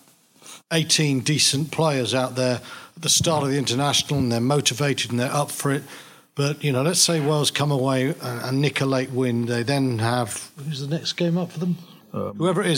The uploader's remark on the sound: In front of a packed audience the panel discuss